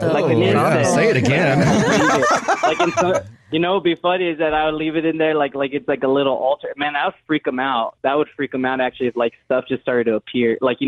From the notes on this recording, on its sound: We have a listener on the phone